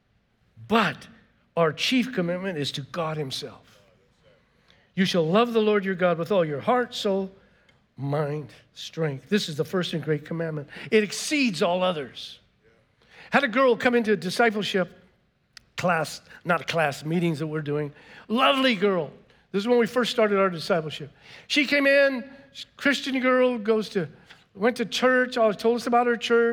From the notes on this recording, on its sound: was preached on March 13th at the 10AM service